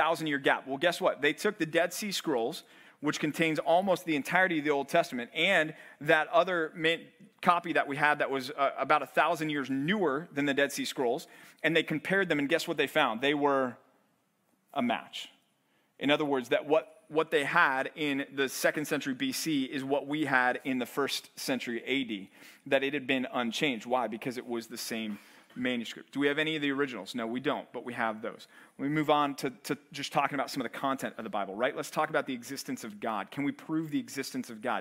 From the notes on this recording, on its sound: Live Q&A at The Bridge College Ministry at Compass Bible Church